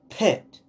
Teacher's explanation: When I pronounce pit, it's not aspirated.